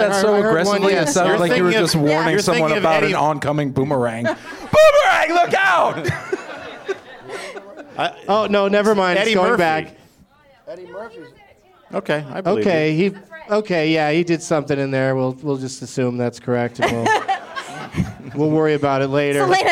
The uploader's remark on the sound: Live from the Improv in Orlando